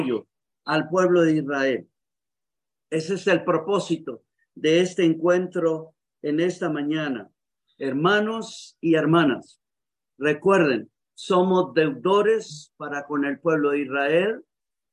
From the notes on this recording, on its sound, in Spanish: Éste episodio es la grabación del webinario zoom que contiene porciones en inglés y que originalmente fueron traducidas en vivo simultáneamente. La traducción no aparece en este episodio.